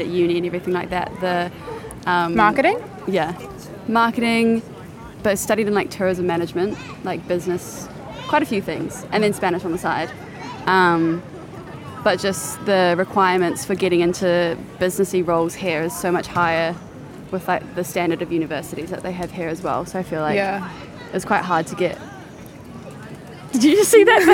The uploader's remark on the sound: Outdoor episode in soho.